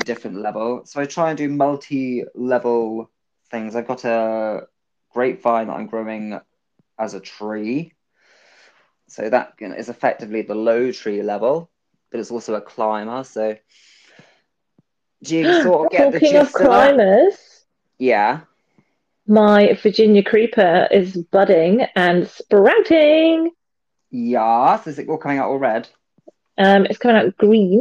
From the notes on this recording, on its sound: we did have some technical issues today!